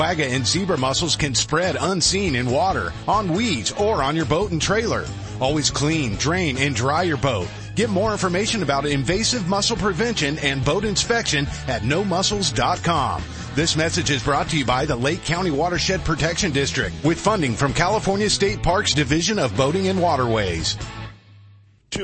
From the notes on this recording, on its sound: Live coverage at Bassmaster Classic